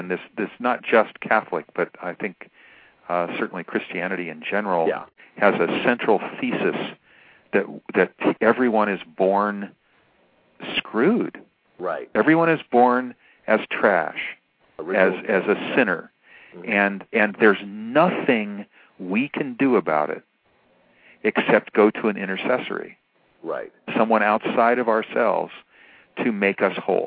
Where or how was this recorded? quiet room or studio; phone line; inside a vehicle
phone line